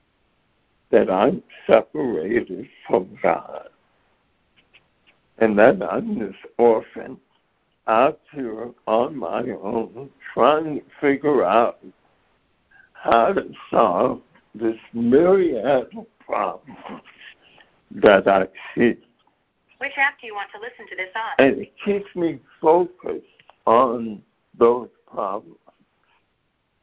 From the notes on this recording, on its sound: ACIM Daily Conference Call